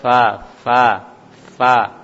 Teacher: Fa maftuha dibaca fa fa fa. Makhraj huruf ini bagian dalam bibir bawah, bagian dalam bibir bawah. Jadi bibir jangan, bibir bawah jangan ditarik ke dalam, tapi dinaikkan aja ke atas. · Term: huruf fa